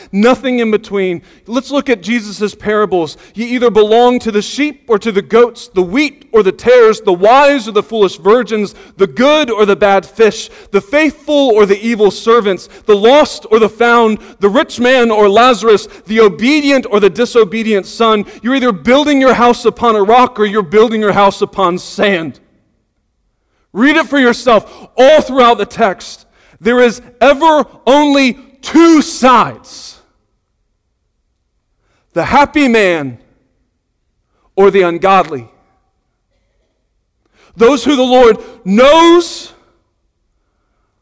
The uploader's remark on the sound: Sunday Morning Sermon Audio